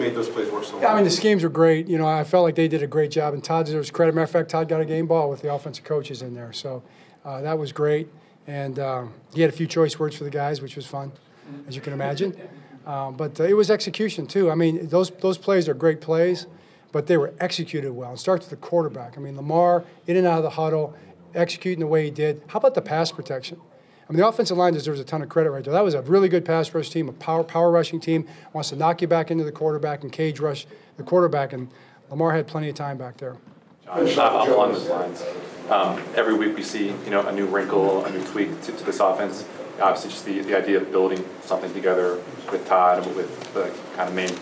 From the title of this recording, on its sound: Postgame Press Conference